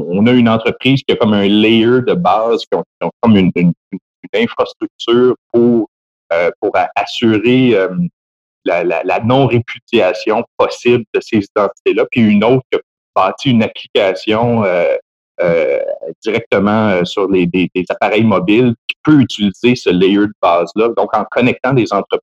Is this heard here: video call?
yes